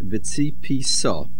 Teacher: The word V'tzipisa is milra, which is not in accordance with the rules of Dikduk. The word is pronounced V'tzipisa.